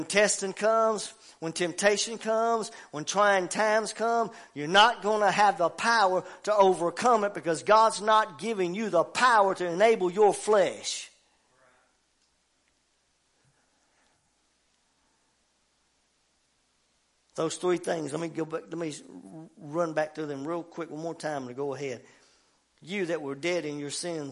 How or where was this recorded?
large echoing room